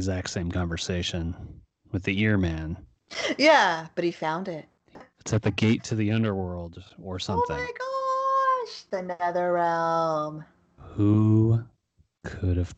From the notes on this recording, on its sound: decides to make the podcast even harder to listen to by trying out a new microphone.